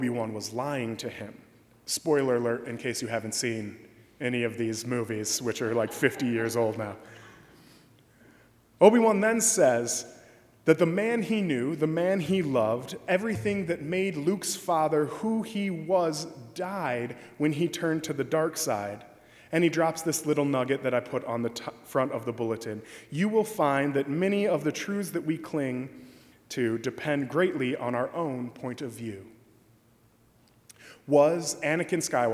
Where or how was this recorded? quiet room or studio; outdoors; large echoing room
large echoing room